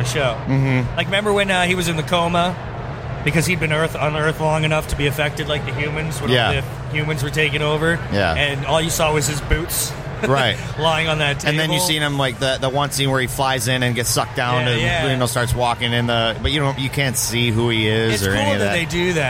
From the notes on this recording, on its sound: Live From Motor City Comic Con